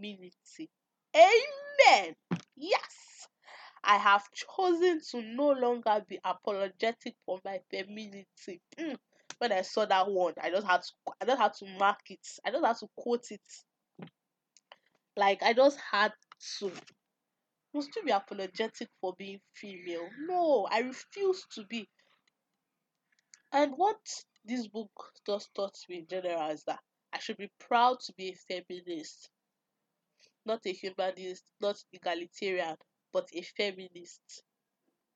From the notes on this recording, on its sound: Don’t mind the low sound quality.